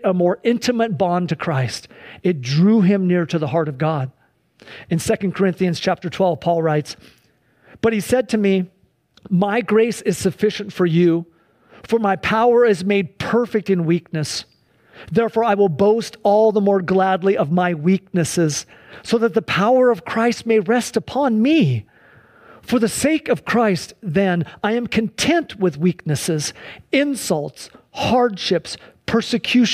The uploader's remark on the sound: Sunday church service livestream